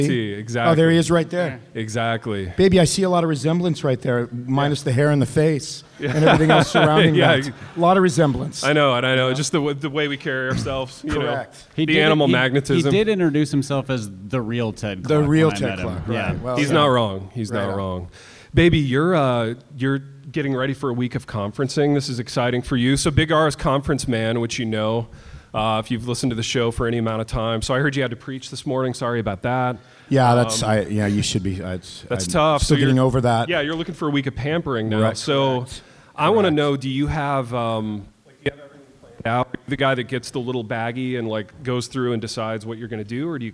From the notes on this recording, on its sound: LIVE IN INDIANAPOLIS